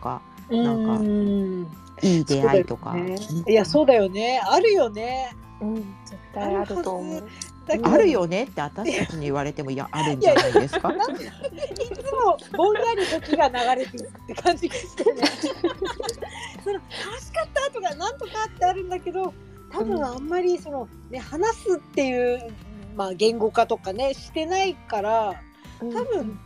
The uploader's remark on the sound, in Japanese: ツイッタースペースからダウンロードした音源です 雑音お聞き苦しい点お許しください